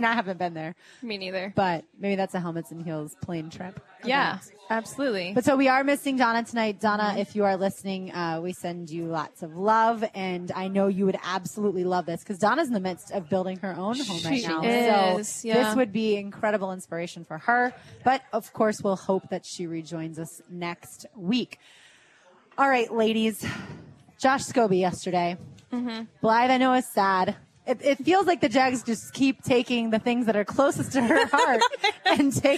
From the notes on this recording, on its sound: The girls are live at their new Dream Finders Home at EverBank Field.